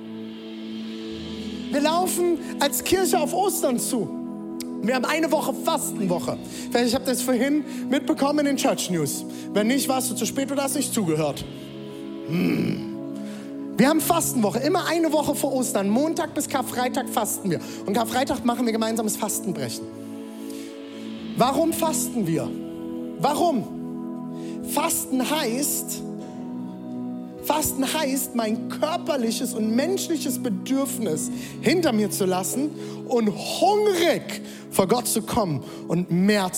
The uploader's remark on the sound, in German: Audiomitschnitt der Predigt